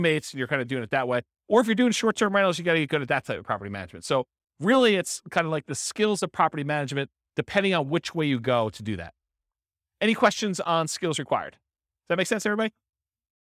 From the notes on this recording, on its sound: This was a live class recorded